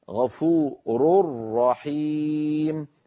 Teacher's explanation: تنوين بعده راء، فإذا أدغمنا التنوين في الراء التي بعده يصبح النطق هكذا كما نرى الآن على اللوحة غفور رحيم. بعد الراء المضمومة من كلمة غفور نشدد الراء التي في رحيم